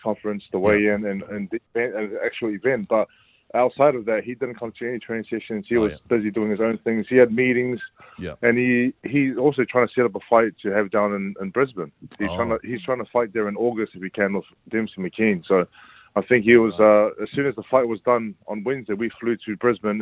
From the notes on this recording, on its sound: Today we were joined on the phone. In Melbourne.